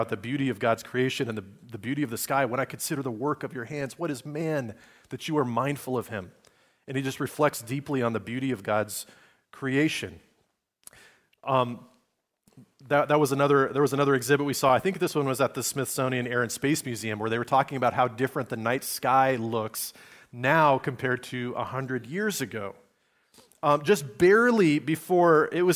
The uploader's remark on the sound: Recorded on Sunday, December 10, 2023, at Liferoads Church in Spokane, Washington.